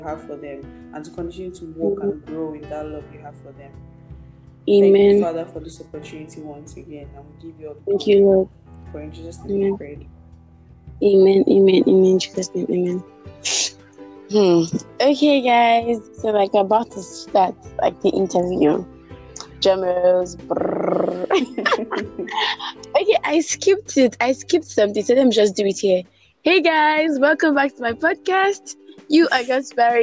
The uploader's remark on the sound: please ignore the background sounds